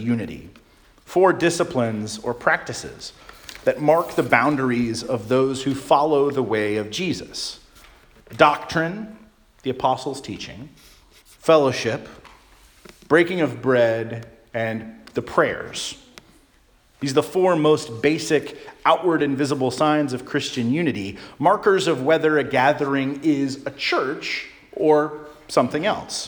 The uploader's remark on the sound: Charles Anglican Cathedral, Bremerton, WA.